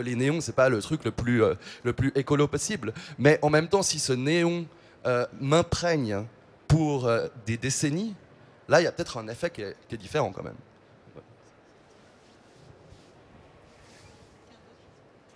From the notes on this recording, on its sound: Live round tables that took place in the art fair artgenève in early March 2022. This episode is part of a series of four live round tables that took place in the art fair artgenève in early March 2022. They took place in French.